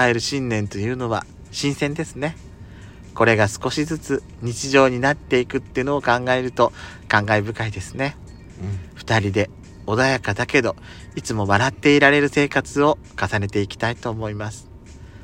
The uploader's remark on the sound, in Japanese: パーキング収録